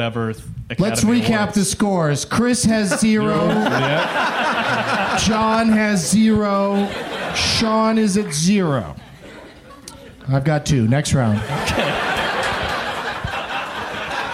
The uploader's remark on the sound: Live from Cap City in Austin